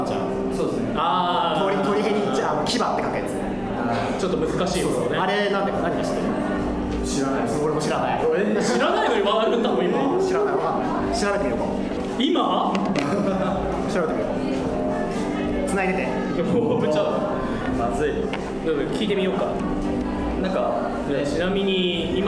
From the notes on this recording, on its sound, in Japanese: 公開収録1日目の模様。3人で慣れない状況でおしゃべり。